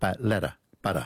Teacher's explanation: All your tongue does is bounce off the roof of your mouth, and it's called a flap in linguistics, because instead of making a real D, it's just this kind of a quick bounce